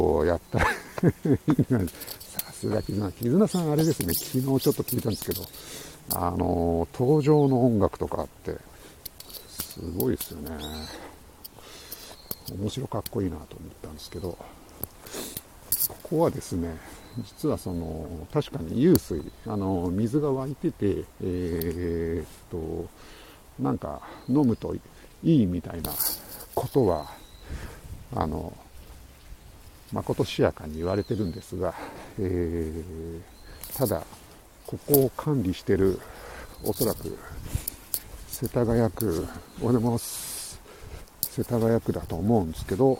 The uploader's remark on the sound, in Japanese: tokyo walk&eat radio LIVE 等々力渓谷さんぽ